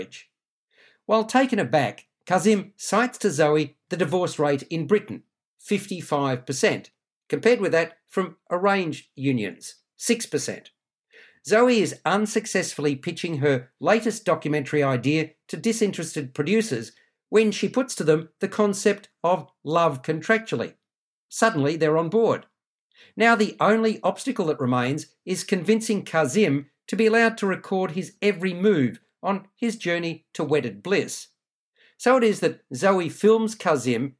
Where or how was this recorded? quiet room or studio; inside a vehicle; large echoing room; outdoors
quiet room or studio